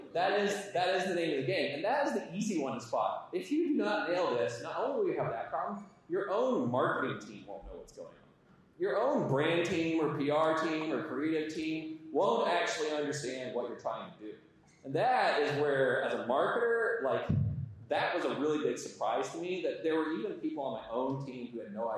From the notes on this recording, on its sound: Audience Q&A